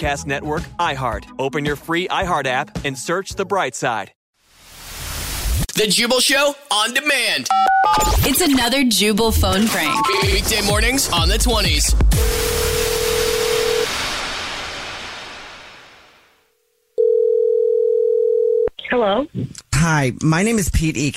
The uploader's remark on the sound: phone prank style